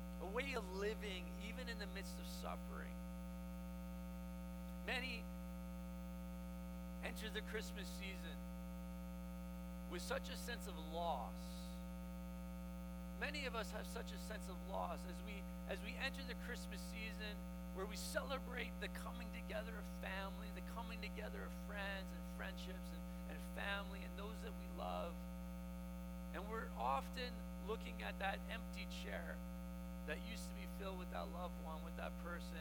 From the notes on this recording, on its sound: We apologize for the hum and are working to rectify the problem.